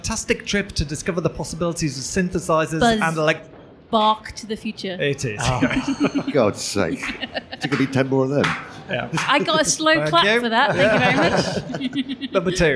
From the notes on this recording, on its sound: We’re live and direct from Newcastle Fright Fest this episode. Pod in public.